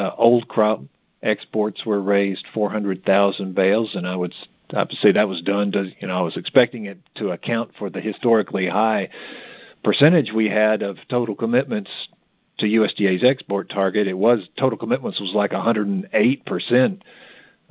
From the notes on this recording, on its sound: May 2023 Monthly Cotton Conference Call.